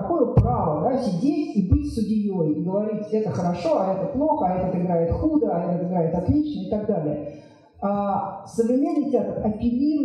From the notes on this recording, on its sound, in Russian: Лекция в рамках VII Международного арт-фестиваля «САД ГЕНИЕВ»